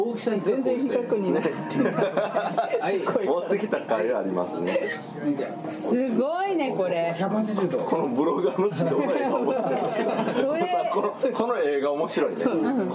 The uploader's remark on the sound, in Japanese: かつ吉でランチしながらの収録です！店内BGMなどのノイズがガッツリです。お聞き苦しいかもしれませんがご容赦下さい。